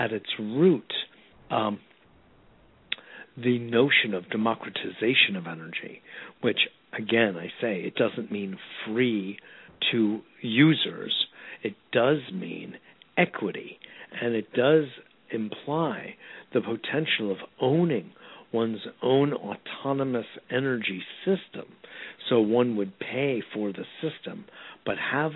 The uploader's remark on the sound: A Call-In Show